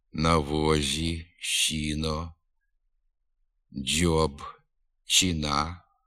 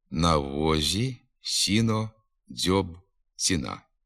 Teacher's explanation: Наприклад, «на возі», «щіно», «дьоб», «чина», відома у надністрянських говорах, не становить літературної норми. У літературній мові приголосні «з», «с», «дз», «ц» вимовляються не дуже м'яко і без шиплячого призвука. · Shown in: second take · «На возі», «сіно», «дьоб», «ціна». · Звуки ж «з», «с», «дз», «ц» мають менший ступінь м'якості. Дуже м'яка, трохи шепелювата вимова приголосних «з», «с», «дз», «ц»